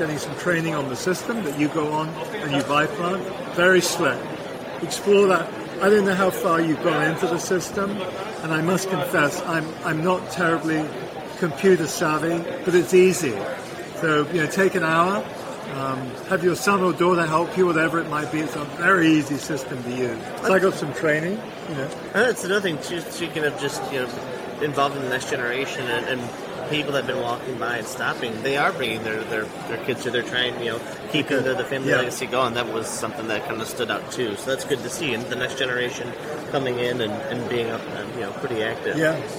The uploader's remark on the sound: LIVE from MANTS